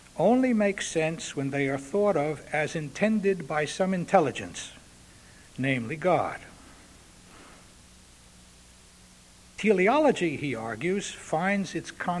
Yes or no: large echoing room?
yes